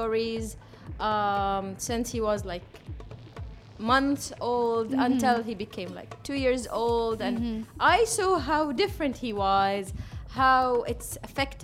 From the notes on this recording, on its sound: Live from SHD 2023